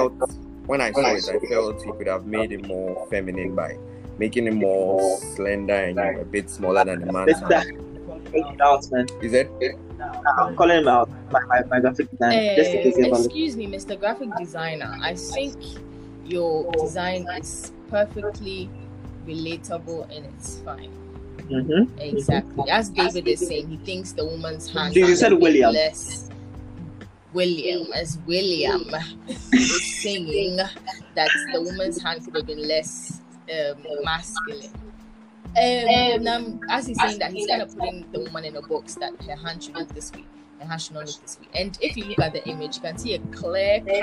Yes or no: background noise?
yes